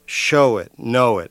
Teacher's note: the stress is on show and on know